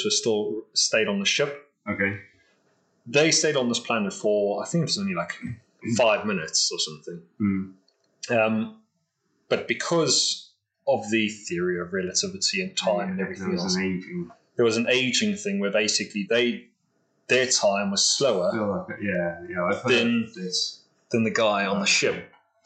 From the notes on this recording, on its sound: Apologies for the audio issues this week. We had an issue with the sound card.